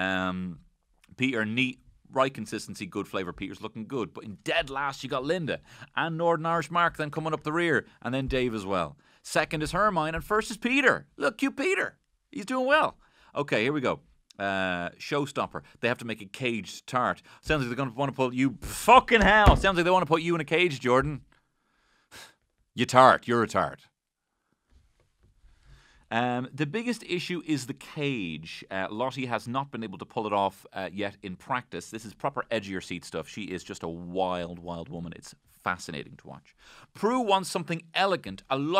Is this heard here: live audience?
no